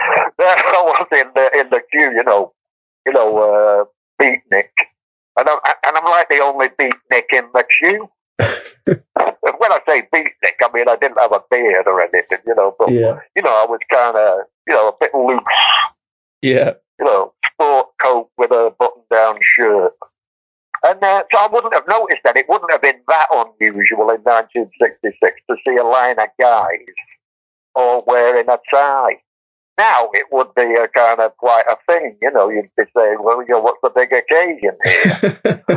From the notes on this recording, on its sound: joined us over the phone